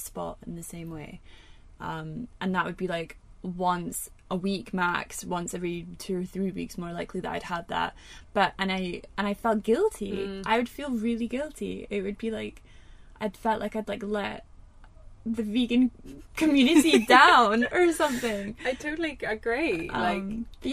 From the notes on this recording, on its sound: Recorded in a van in Málaga.